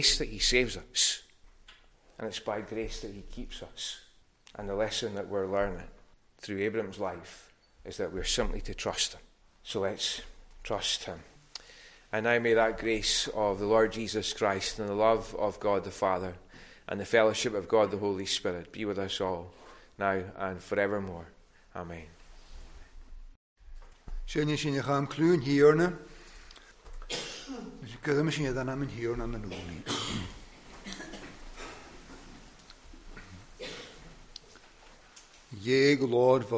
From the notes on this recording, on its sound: recorded at North Harris Free Church, on the evening of Sunday 21st August 2022.